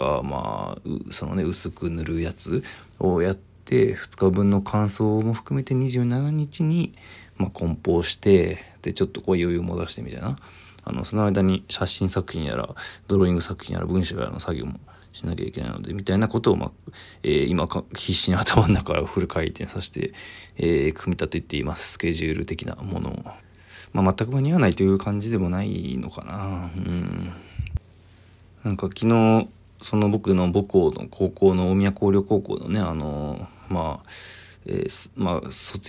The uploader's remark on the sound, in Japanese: ボイスメモです。